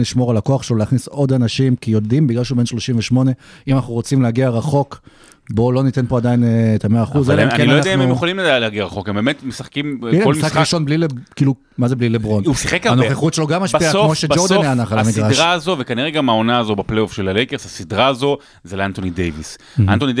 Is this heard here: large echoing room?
no